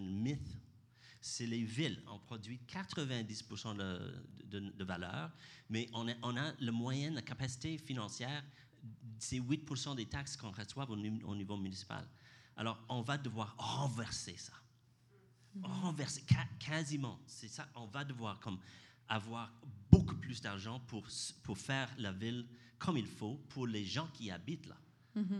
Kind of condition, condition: setting, live audience